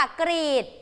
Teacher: ออกเสียงพยัญชนะต้นตัวแรกพร้อมกันควบกันกล้ำกันนะคะรอเรือตัวนี้เด็กๆอย่าลืมรัวลิ้นด้วยนะคะ